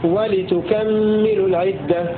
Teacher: روى شعبة ولتكمل العدة بتثقيل الميم وفتح الكاف من كمل، والباقون يقرؤون بتخفيف الميم وإسكان الكاف من أكمل ولتكمل.